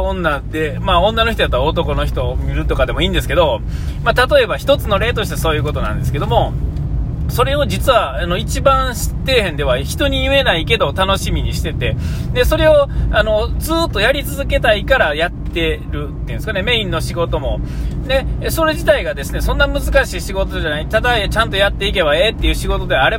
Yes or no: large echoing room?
no